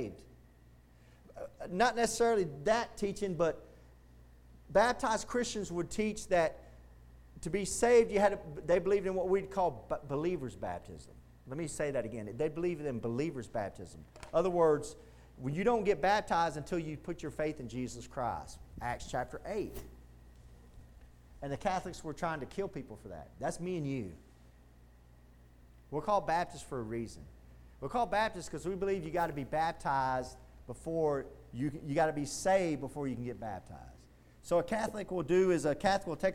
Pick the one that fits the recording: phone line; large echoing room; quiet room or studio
large echoing room